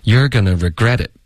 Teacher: You're gonna regret it.这里发音是非常好的，可是太平了。You're gonna regret it. You're 和 regret 是重音，OK，要高一点说